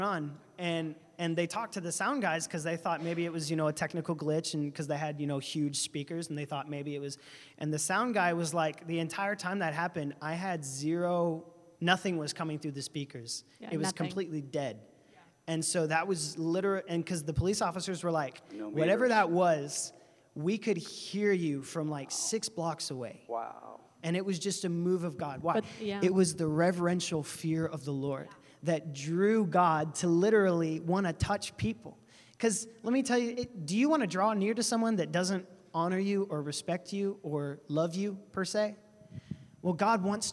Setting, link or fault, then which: setting, large echoing room